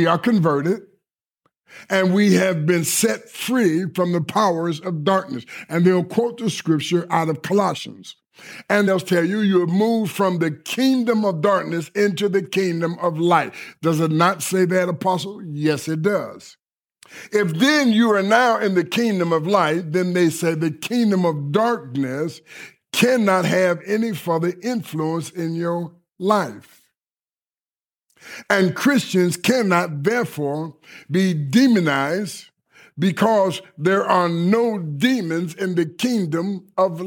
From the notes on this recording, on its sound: delivered at Kingdom Center Rockford